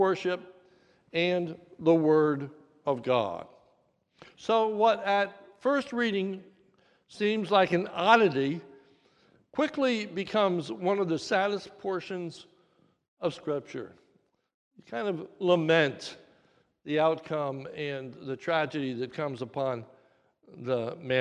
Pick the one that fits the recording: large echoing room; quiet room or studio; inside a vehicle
large echoing room